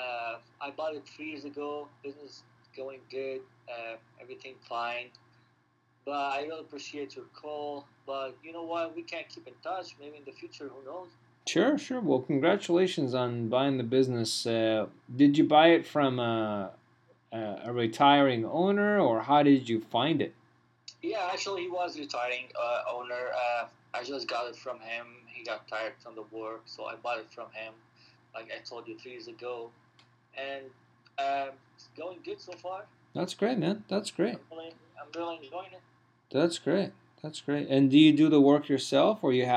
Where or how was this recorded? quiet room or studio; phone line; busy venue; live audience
phone line